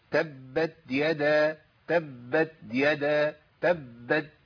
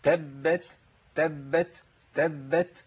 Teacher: التاء الساكنة لازم لابد من بيان الهمس فيها · Shown in: second take